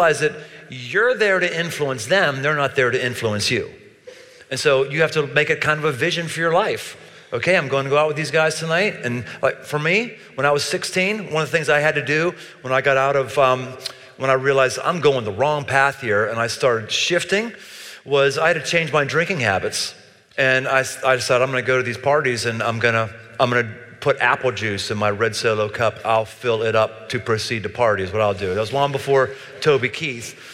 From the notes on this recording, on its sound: Crowd Q&A — Live in Cincinnati. Recorded in 2019, near the campus of the University of Cincinnati.